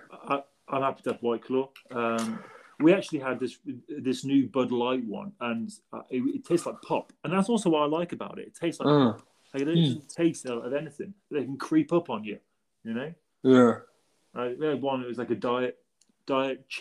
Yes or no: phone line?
no